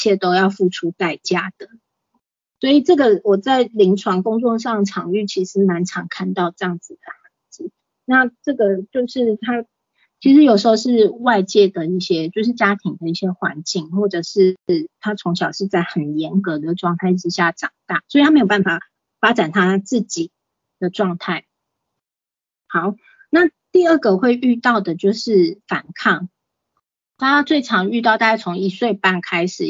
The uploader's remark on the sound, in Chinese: 此為線上課程錄音檔！